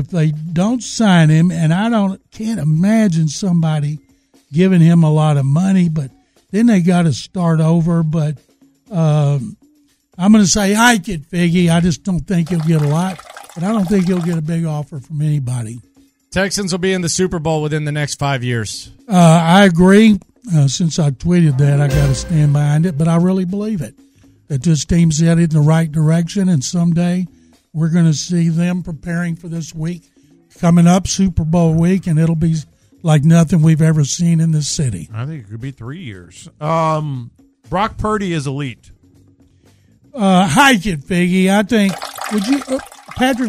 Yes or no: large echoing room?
no